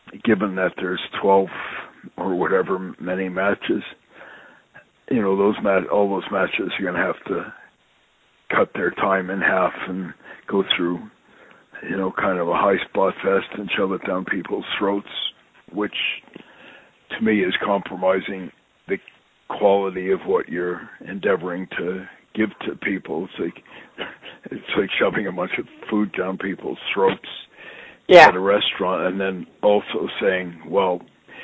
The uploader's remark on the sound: I sit down on the phone with my friend